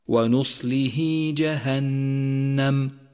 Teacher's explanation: والواجب هنا أن نمد الصلة حركتين وهو من المدود الأصلية · Term: مد الصلة الصغرى